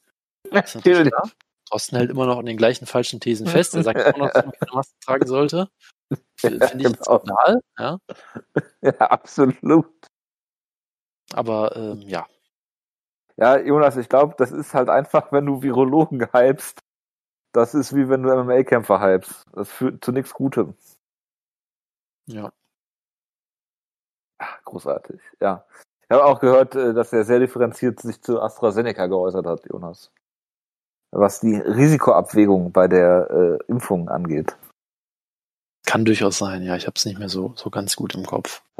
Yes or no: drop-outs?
yes